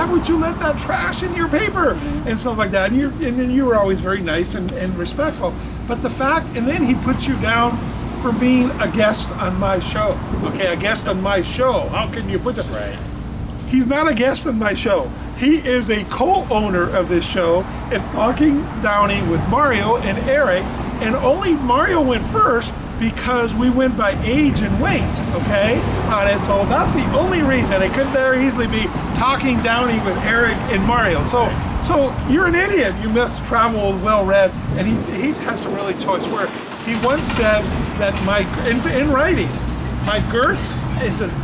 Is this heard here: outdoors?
yes